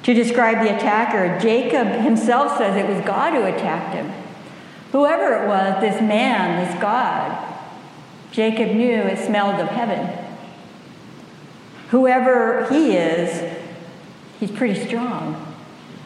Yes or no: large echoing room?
yes